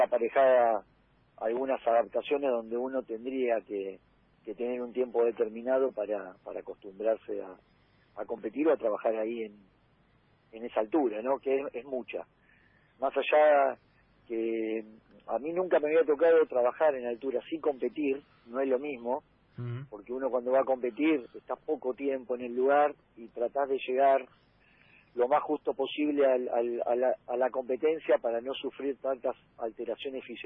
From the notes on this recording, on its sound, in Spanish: En el móvil a distancia